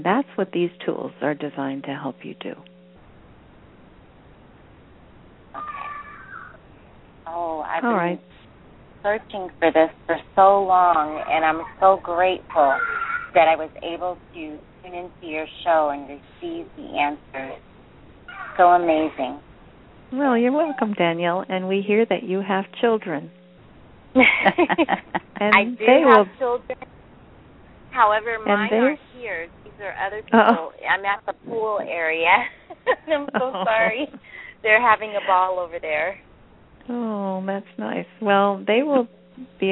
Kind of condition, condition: link, phone line